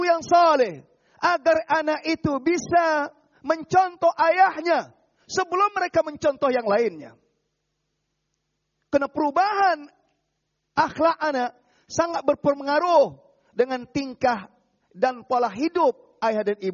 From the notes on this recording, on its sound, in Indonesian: Rekaman Audio Khutbah Jum'at. Dilarang memotong rekaman audio ataupun video kajian di masjid Mu'adz bin Jabal, tanpa seijin dari admin.